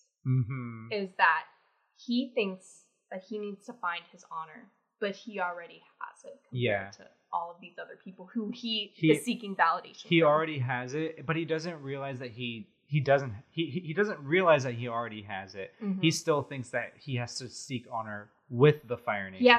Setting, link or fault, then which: fault, echo